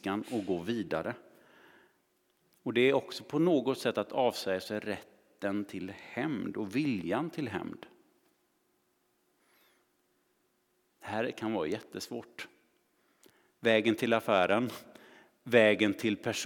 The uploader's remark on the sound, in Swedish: Inspelning från Immanuelskyrkan Skövde.